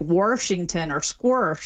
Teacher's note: And then there's the intrusive R, which is where you get an R sort of just stuck in the middle of places that never had one by people that typically don't drop their R elsewhere, and that's when you say like Washington or squirsh.